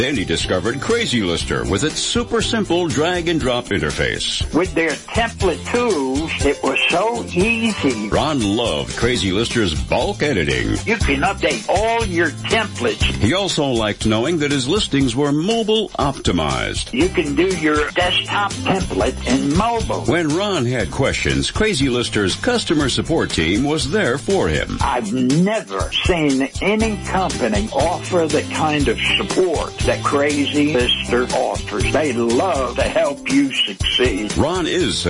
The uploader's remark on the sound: Open phones. Las Vegas NV.